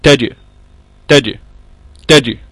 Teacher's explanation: الجيم تخرج من منطقة وسط اللسان مع ما يحاذيه من الحنك الأعلى